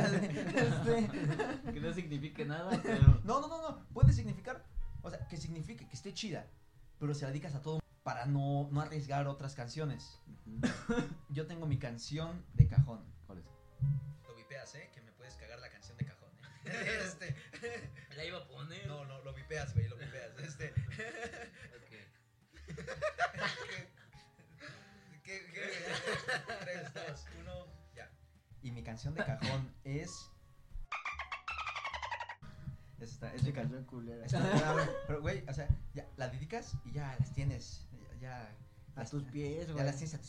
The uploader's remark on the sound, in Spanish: No hemos dejado de notar que nuestro audio sufre unos cuantos errores, estamos trabajando para corregir eso